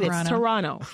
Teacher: Yeah, because we don't say the second T, right?